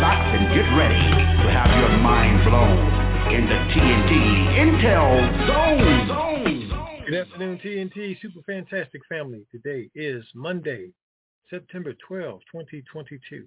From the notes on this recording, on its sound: TNTSuperfantastic Conference Call